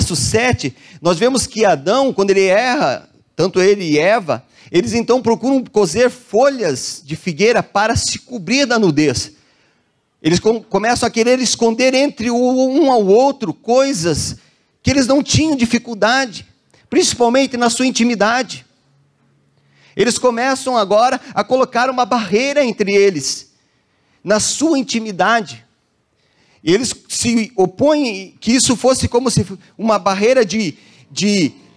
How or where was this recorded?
large echoing room